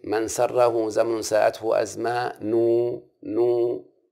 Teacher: فتشبع الضمة يتولد منها واو · Term: إشباع